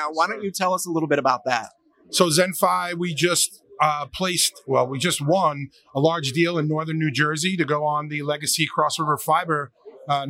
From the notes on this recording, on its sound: Live from Metro Connect 2020